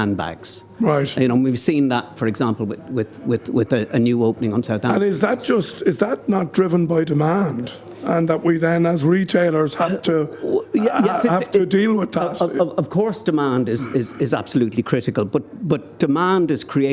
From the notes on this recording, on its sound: Broadcasting from the Three Store on Grafton Street this week, a street that is integral to shopping in Dublin.